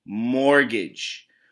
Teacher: nessa palavra, a letra T ela não tem barulho nenhum · Term: silent T